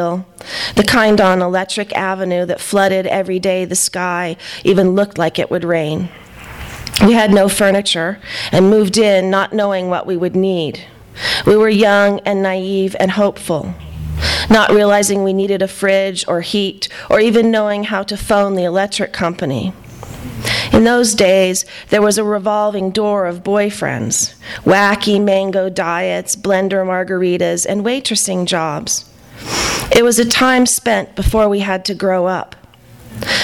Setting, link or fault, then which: setting, live audience